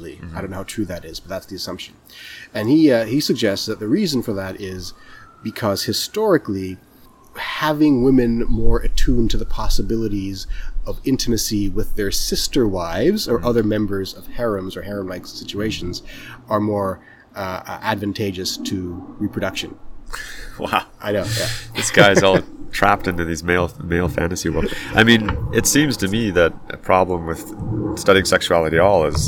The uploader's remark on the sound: We recorded this outside, so you will hear sounds of actual nature –squirrels and birds– and the occasional airplane and siren. Which causes a weird warbling noise on the microphone.